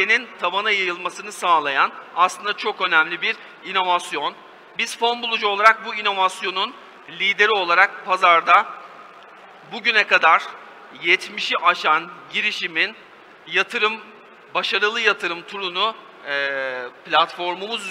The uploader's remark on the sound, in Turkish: Türkiye’nin ilk ve tek e-ticaret fuarı olan Worldef Aras Sahnede